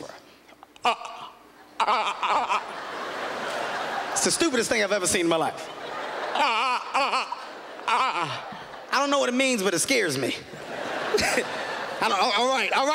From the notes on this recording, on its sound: This performance was filmed during the Just for Laughs Festival at Montreal, Quebec, in 2007.